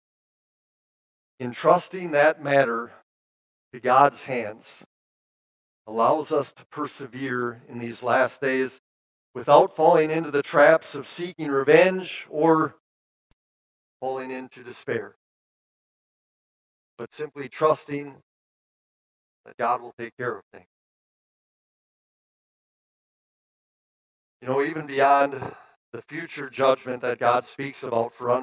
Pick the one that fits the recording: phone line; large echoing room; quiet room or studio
large echoing room